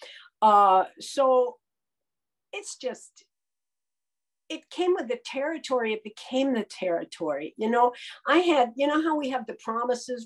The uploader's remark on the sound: This audio talk by a member of GreySheeters Anonymous, a 12-Step program for food addicts. Spoke on the Sunlight of the Spirit Zoom meeting.